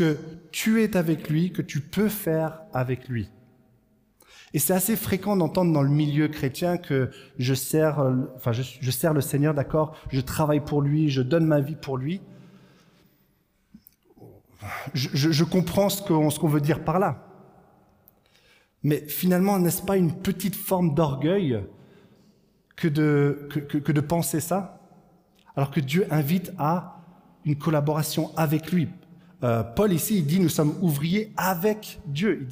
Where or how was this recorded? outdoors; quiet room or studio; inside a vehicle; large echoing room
large echoing room